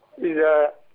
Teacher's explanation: طالما ان ما عليهاش موجه تمد اتنين بس، ما تمدش المد الكتير اللي انت قلته